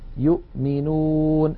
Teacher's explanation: الهمزة ظاهرة عند الميم